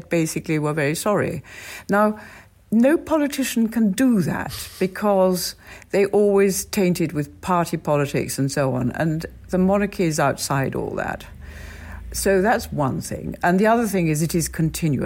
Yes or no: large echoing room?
no